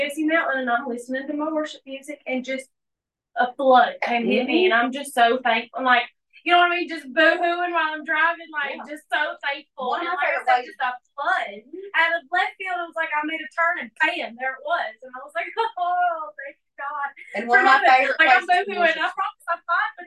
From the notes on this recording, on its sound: hosts a Bible study via zoom.